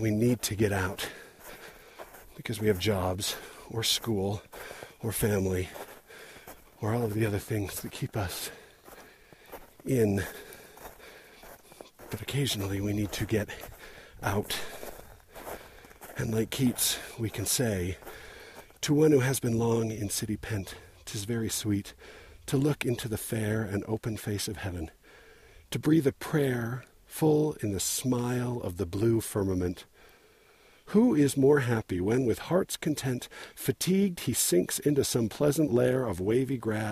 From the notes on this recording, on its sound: Recorded while hiking through the snow on the Stewart Falls trail above Sundance.